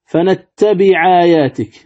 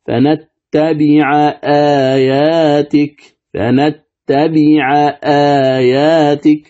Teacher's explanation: فتحقيق الهمز هنا لا بد منه ولا نقل · Shown in: second take